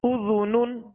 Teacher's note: زال کو نرمی کے ساتھ ادا کریں گے اس میں سیٹی کی آواز پیدا نہ ہو